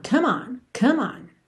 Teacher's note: como o E final de come não é pronunciado, então você vai do M direto pro on